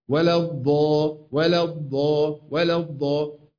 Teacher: الضاد المفخمة المطبقة القوية، فيقرأ ولا الضال.